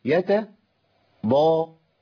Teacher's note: انا فصلت بينهم تماما بعد ما خلصت هيئه التاء، يتا ضاء، خدت هيئه الضاد اللي هي التبويزه البسيطه قوي، مط قليل قوي للشفتين